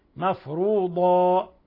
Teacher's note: نلاحظ تفخيم الضاد وتفخيم الألف تبعا للضاد، مفروضا، والضاد مخرجها من حافة اللسان مع ما يلي من الأضراس العليا، مفروضا، فاحذر أن تجعل الضاد دالا أو أن تجعلها دالا مفخمة، لابد أن تخرجها من مخرجها.